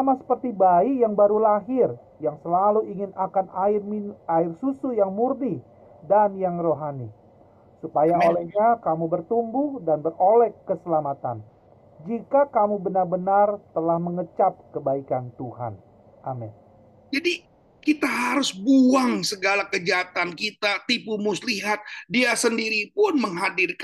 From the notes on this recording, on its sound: Audio Zoominar.